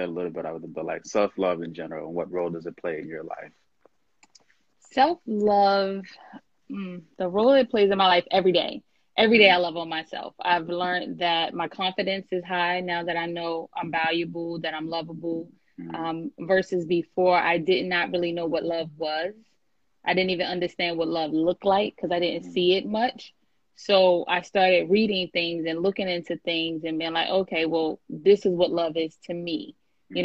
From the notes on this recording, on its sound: I had to share this live from IG.